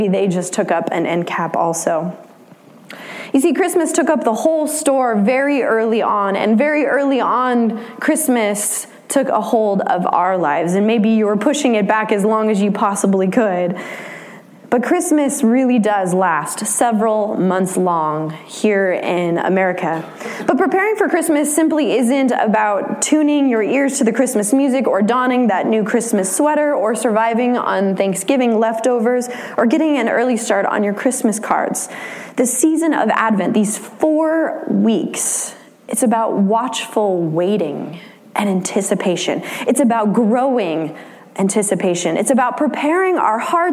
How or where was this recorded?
large echoing room